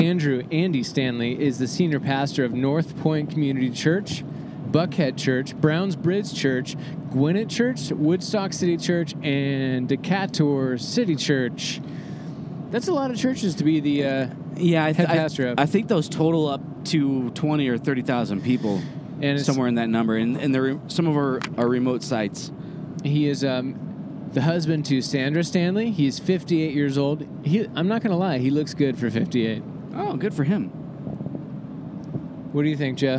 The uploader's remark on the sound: Recorded on a brief road trip to Arizona!